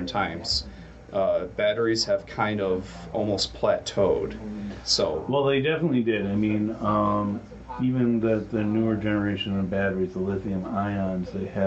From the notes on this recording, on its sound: Had some background noise I had to reduce, so we sound a little flat.